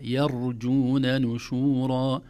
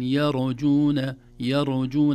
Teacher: التنبيه الأول ترقيق الياء، لا نقول يرجون لأنها الأذن لا تستغربها، لأن الراء مفخمة فيكون أسهل على اللسان يقول يرجون، لكن لا يا يرجون نشورا. نرقق الياء ونفخم الراء الساكنة دون قلقلة · Shown in: first take · لا نقول يرجون يرجون، الراء الساكنة ليس فيها قلقلة، أو الراء صفة عمل ليس فيها قلقلة.